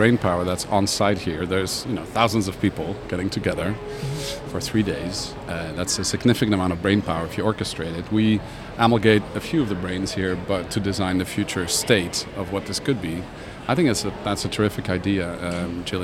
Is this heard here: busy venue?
yes